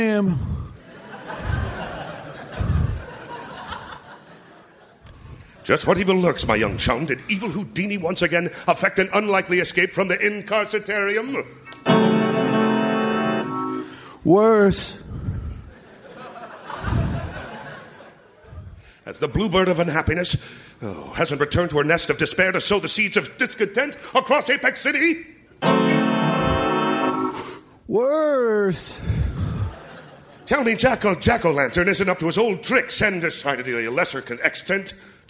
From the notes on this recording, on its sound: Recorded Live 1/22/2011 at San Francisco SketchFest.